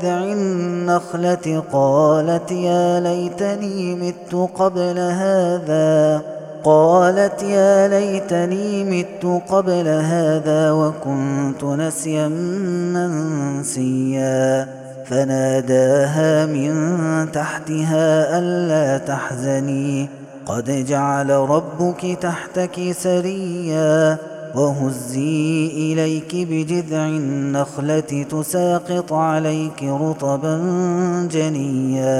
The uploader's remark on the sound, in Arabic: هذا التسجيل من صلاة التراويح. Ramadan 2021.